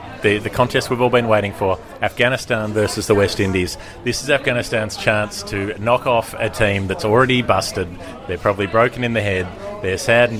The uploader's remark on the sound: recorded from a couch in Birmingham and a pub in Dublin